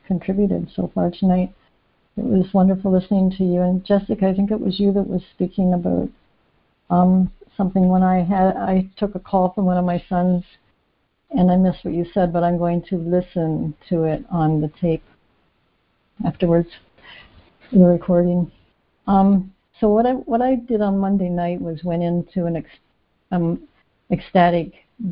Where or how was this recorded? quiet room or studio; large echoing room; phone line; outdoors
phone line